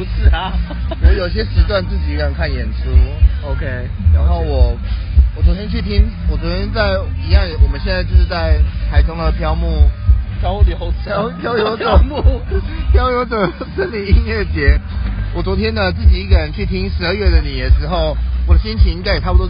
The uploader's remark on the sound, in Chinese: 野外錄出。在意音質者請注意！！！！錄音來自2020年漂遊者音樂祭現場收音。